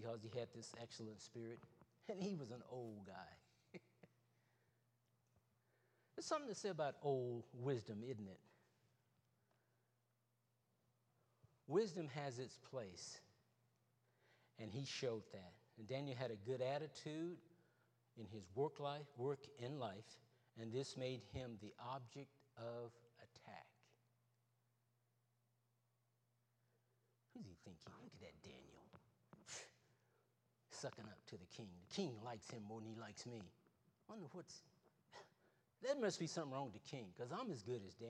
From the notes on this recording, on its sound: Wednesday Evening Service. Trinity Baptist ChurchFindlay, Ohio.